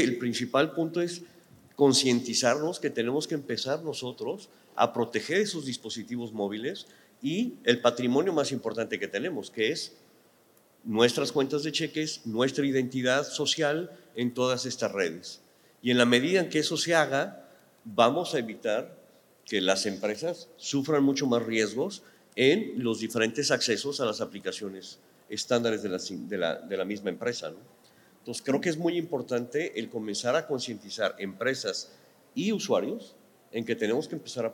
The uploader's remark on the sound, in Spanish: Este es un episodio grabado en vivo durante ANDICOM 2023 del panel "Amenazas y Ataques Cibernéticos en la Era Digital".